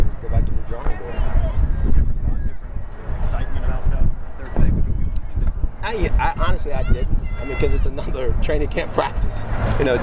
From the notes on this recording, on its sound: After the first joint practice with the New York Giants. Check out the raw audio from the practice field outside Paul Brown Stadium.